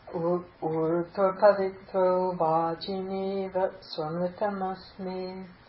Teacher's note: You know, the diphthongs are two mantras, the A, I, O, ow. So just like a long ah, the O is the same length, two mantras.